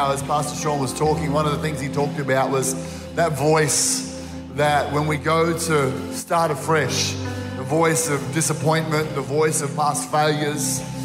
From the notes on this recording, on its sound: This was recorded in our 9am service on the 1st of Januray, 2023